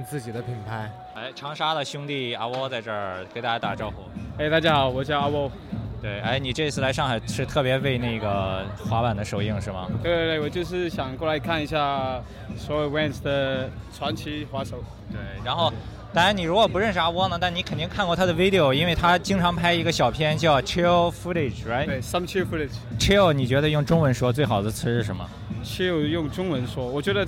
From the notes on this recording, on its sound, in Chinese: Vans Propeller 上海首映现场采访。KickerLive 现场视频采访。